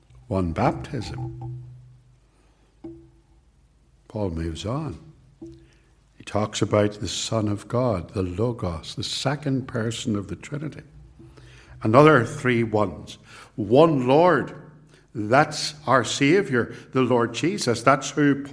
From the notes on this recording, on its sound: This sermon was preached at both Ballymacashon and Templepatrick Reformed Church. It was recorded at Templepatrick and is used here with their kind permission.